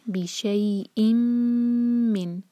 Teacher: حمزہ کی تنوین کو میم سے جوڑیں گے تو میم پر ٹائم دیں گے دو سیکنڈس کا